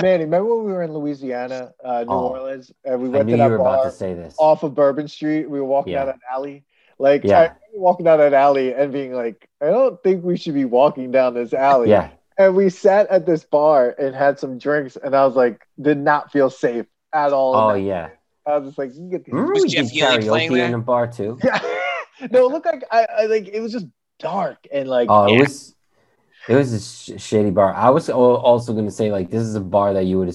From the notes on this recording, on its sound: We recorded this on November 2nd, 2020 on Zoom so there are some small sound discrepancies.